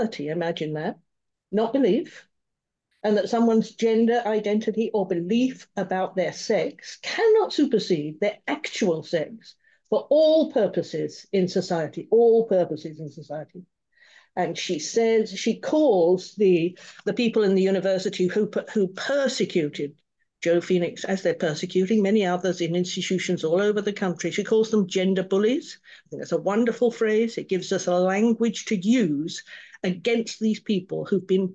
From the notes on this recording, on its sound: A live webinar on Sunday 28th Jan at 10am UK time.